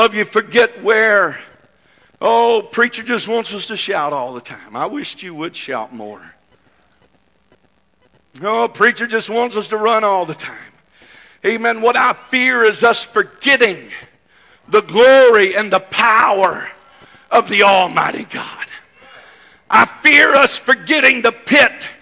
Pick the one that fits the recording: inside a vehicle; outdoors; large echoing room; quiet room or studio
large echoing room